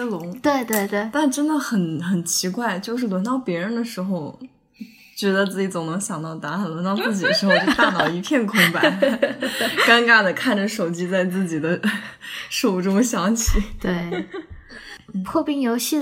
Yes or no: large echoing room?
no